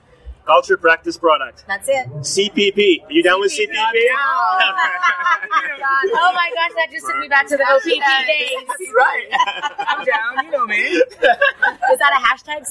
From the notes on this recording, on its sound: LIVE From Ceridian Analyst Day in Hollywood. Recorded LIVE from the Ceridian Analyst Day in Hollywood, California.